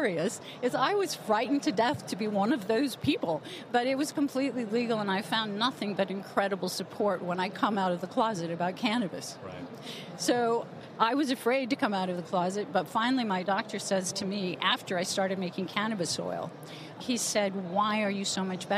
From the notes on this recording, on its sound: From the floors of the A4M Conference in Las Vegas